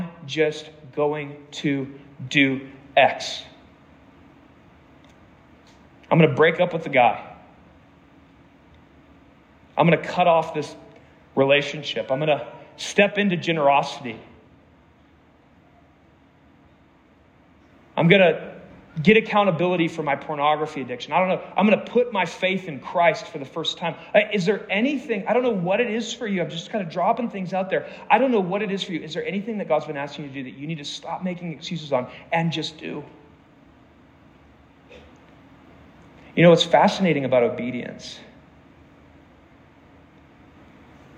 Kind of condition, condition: setting, live audience